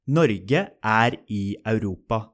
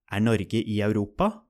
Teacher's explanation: just like in English, the intonation changes to form a question. You get a rising intonation in questions. · Shown in: second take